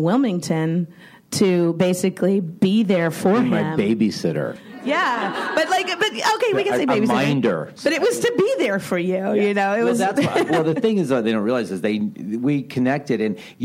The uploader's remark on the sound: Recorded at ATX Television Fest in June 2015.